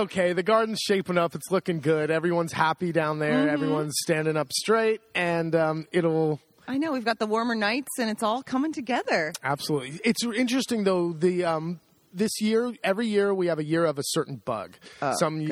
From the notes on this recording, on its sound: On a gorgeous Spring day we record the podcast outside under the cherry tree